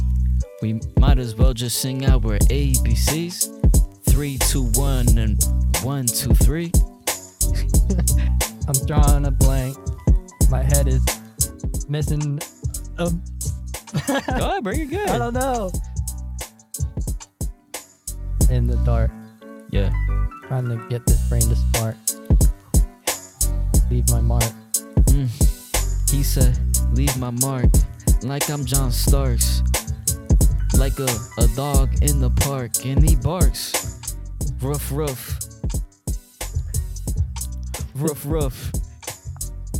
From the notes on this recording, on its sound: Go for a quick drive to target and attempt to record a vlog. Driving and Rapping.